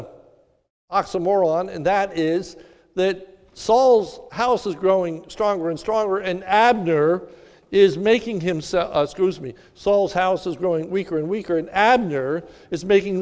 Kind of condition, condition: setting, large echoing room